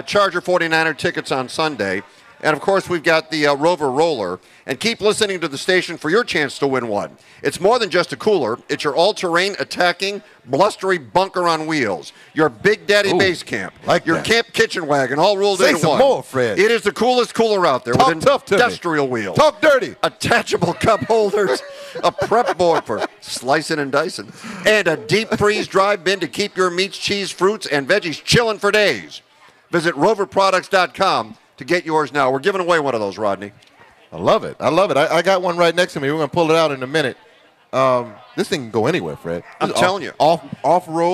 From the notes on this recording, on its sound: broadcast live from the Third Street Promenade in Santa Monica